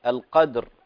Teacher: احذري من تحريك الدال، فيها قلقلة